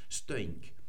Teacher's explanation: weil hinten diese alte Endung U gewesen ist im Isländischen, wird hier dieses A zu einem Ö umgeladen. Das ist auch ein Umlaut.